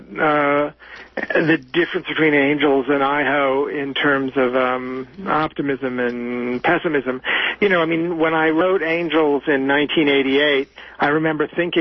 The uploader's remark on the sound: is interviewed live by phone